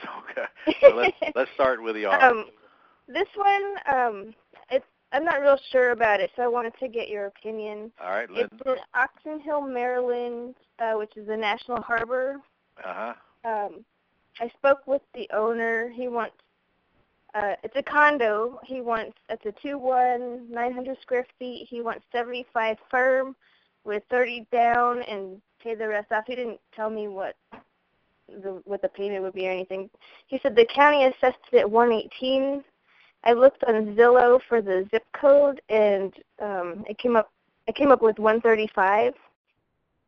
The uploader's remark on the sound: Q&A Call